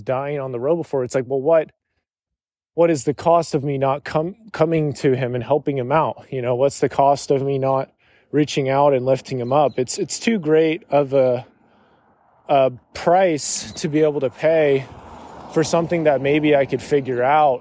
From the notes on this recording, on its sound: This was recorded while on a walk through my parent's neighborhood. There may be the sounds of cars and driving.